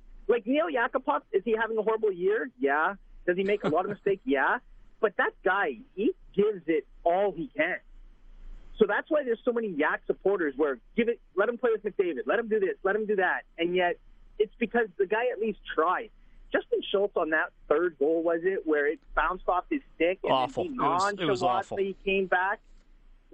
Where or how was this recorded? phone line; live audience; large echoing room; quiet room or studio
phone line